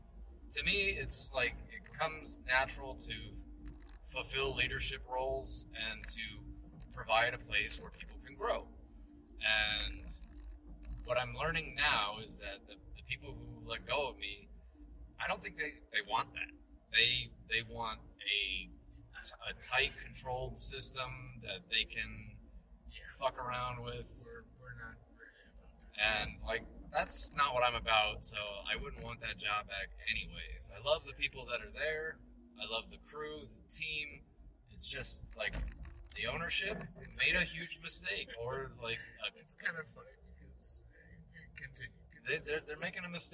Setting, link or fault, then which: fault, background noise